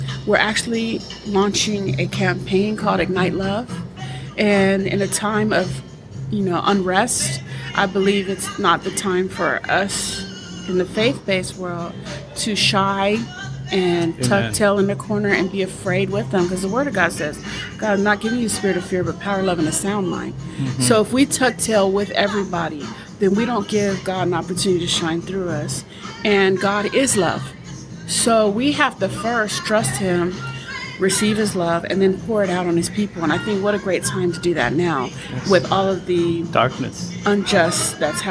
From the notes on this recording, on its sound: This podcast was recorded at the Wing-Stop on Greenspot Road in Highland California.